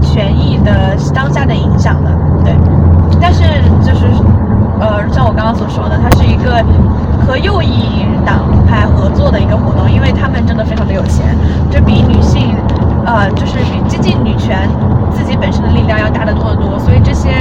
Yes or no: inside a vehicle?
yes